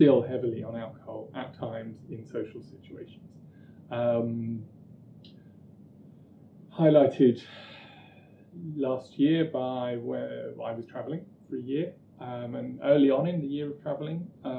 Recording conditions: poor sound quality